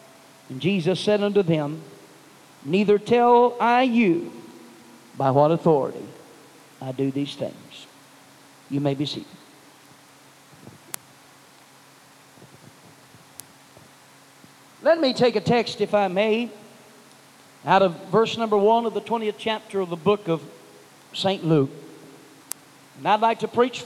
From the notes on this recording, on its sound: preached at First Apostolic Church in North Vernon, Indiana